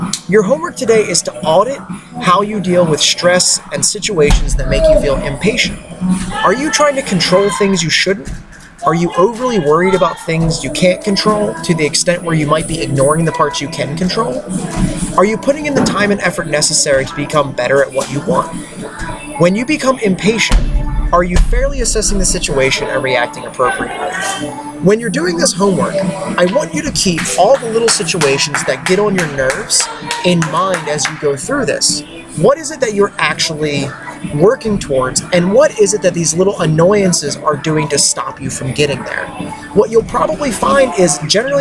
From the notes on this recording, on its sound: As an experiment in concentration, this episode was recorded in one take with background noise. CrossFit Catonsville.